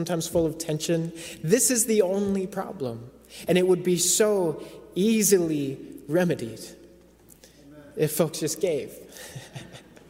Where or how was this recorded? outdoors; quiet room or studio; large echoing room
large echoing room